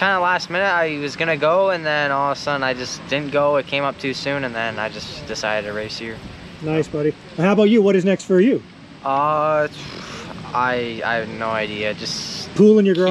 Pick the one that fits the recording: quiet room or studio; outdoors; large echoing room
outdoors